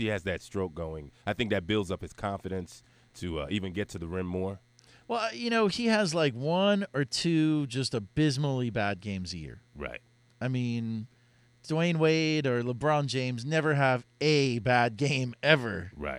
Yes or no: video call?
no